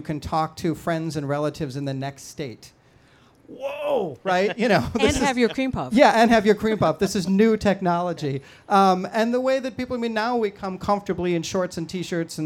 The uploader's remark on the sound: Lake Effect Live at the Wisconsin State Fair. Joined us on stage.